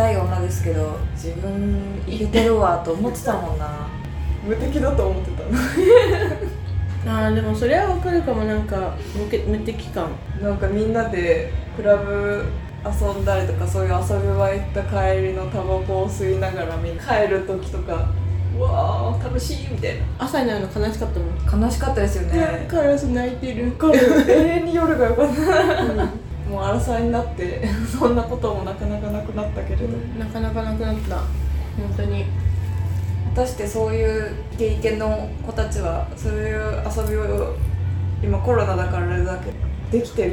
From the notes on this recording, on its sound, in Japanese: 雑音すごくてすみません